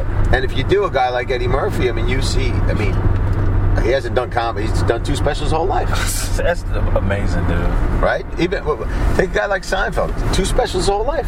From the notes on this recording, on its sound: Dropped him off to catch his train on the way out of town. In the car on the way, this conversation took place.